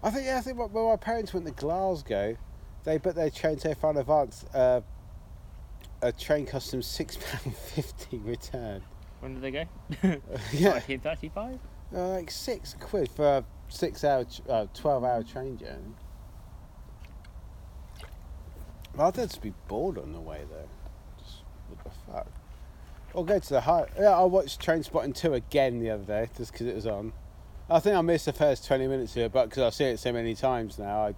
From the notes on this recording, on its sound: This week, we’re back outside on a nice warmish March evening.